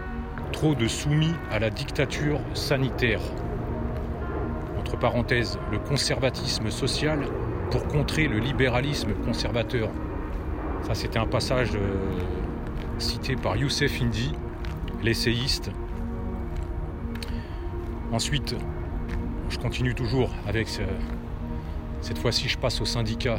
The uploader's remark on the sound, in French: Podcast partie 1 enregistré en extérieur